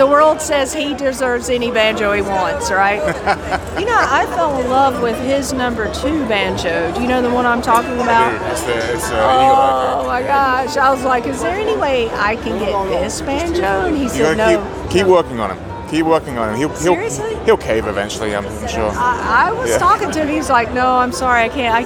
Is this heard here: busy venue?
yes